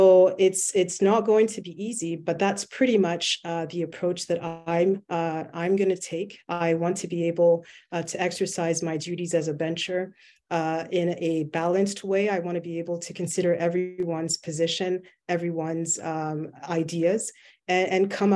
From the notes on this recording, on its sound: LSO Bencher Election Candidates Virtual Town Hall.